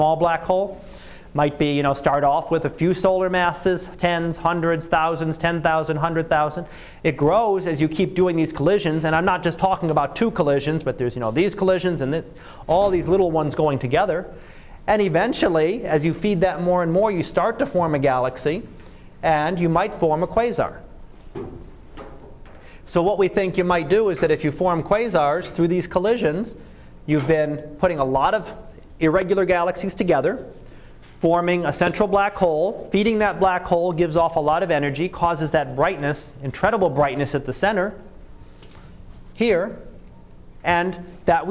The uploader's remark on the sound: Live Class Lecture